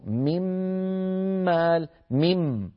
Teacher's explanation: كذلك الأمر ممال، مم، ولا نقول من، ما النون تحولت إلى ميم ثم أضغمت الميم في الميم فصار النطق بميم مشددة